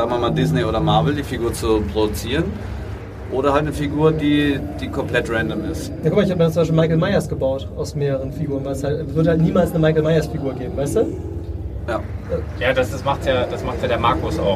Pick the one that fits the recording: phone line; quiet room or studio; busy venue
busy venue